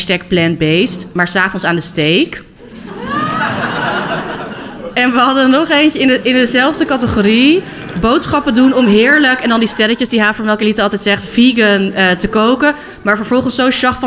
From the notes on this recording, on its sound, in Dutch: Live vanuit de Havermelkelite Food Night in het Scheepvaartmuseum in Amsterdam